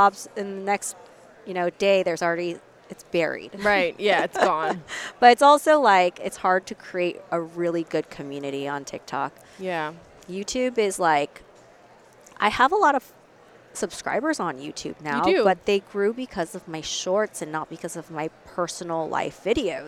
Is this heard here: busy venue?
yes